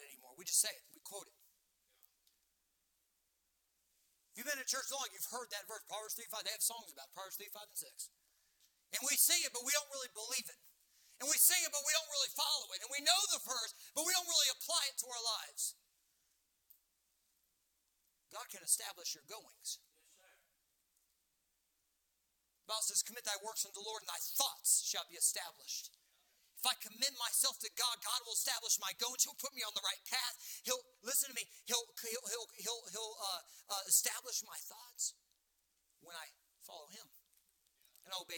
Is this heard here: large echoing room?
yes